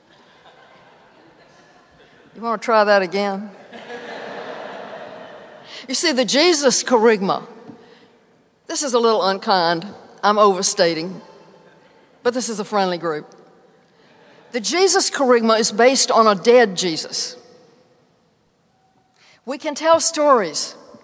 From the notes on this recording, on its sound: Delivered April 28th, 2017 at St George's Episcopal Church.